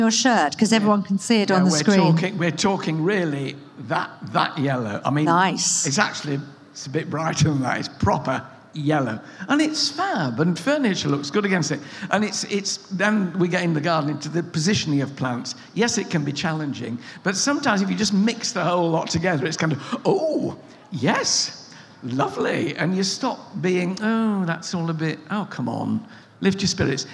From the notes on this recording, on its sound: Recorded at BBC Gardeners’ World Live. The audience listened.